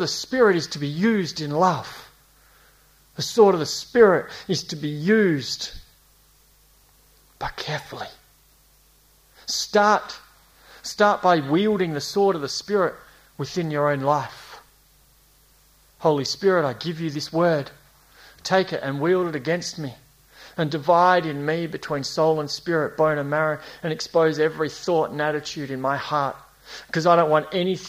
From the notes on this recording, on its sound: A series preached at Esperance Church of Christ across 2019 and 2020